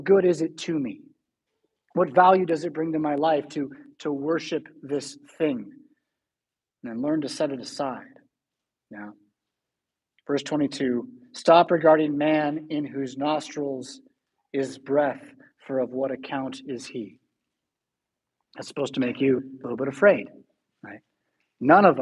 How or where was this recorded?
large echoing room